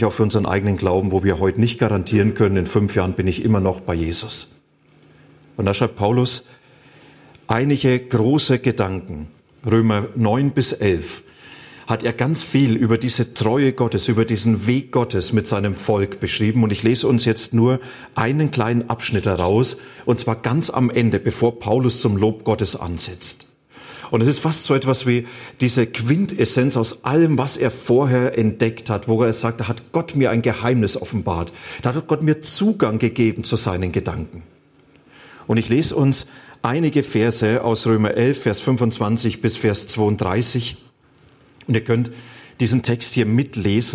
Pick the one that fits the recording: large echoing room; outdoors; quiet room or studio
large echoing room